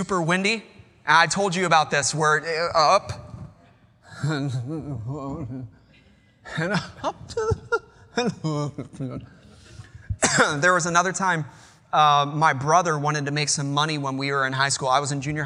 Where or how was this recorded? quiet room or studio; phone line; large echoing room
large echoing room